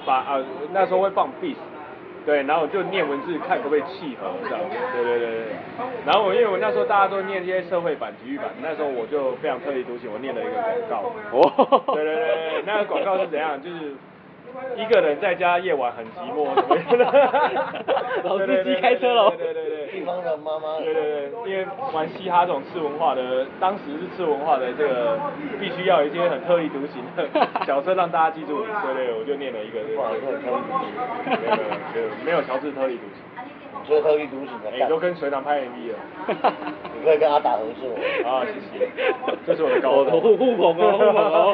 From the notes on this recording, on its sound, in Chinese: 錄音地點：台南 牽咖啡 Chen Coffee